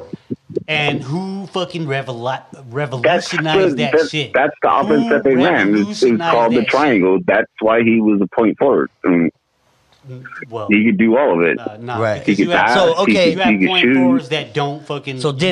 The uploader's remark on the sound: phone call 2 Phoenix Arizona